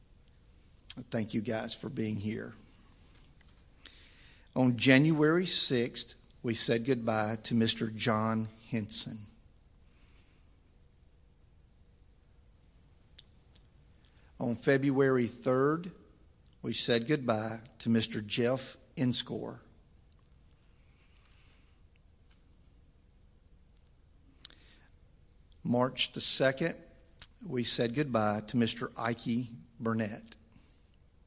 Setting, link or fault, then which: setting, large echoing room